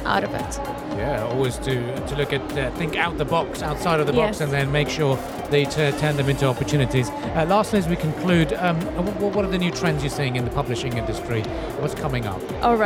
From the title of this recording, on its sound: Live at SIBF 2023